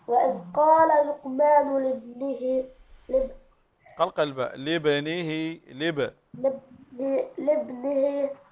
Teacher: الهمزة لا تنطق، همزة الوصل